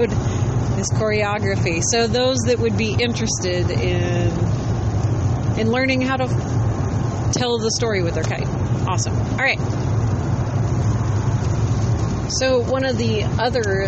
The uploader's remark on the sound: Dispatch from the road on the way to SPI